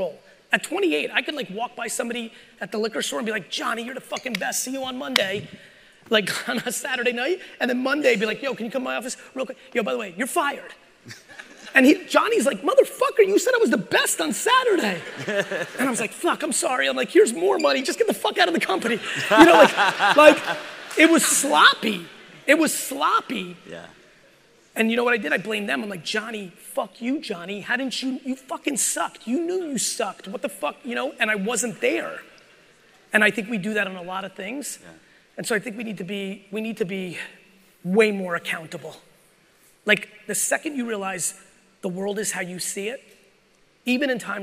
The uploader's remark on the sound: part 2 of my keynote from the Aspire conference in San Diego, California.